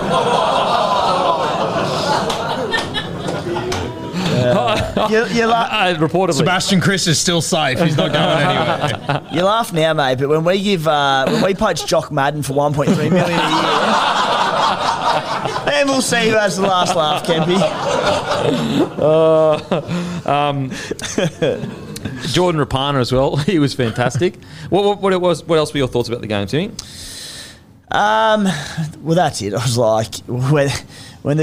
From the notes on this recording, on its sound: in front of our live crowd